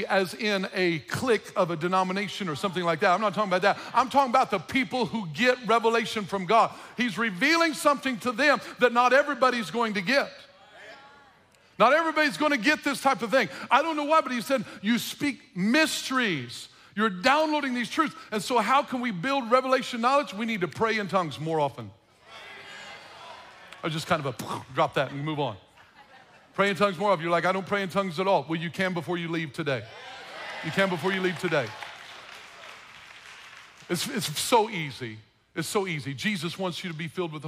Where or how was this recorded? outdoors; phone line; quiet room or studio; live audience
live audience